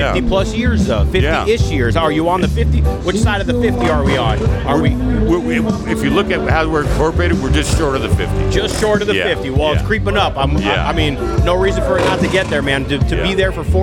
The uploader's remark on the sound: Live from SoCal Bike Drags